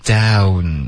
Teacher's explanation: down,要有滑动别发成当